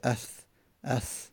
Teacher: زبان ما یک مقداری به طرف بیرون کشیده میشه